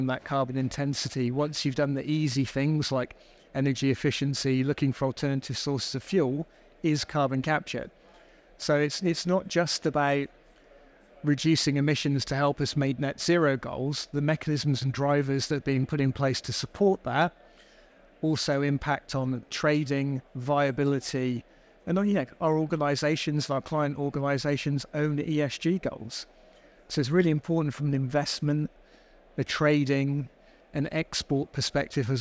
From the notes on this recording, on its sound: Recorded live at ADIPEC 2023.